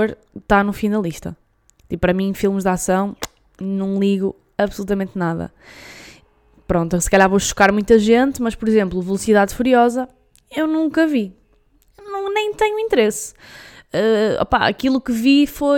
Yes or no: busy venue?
no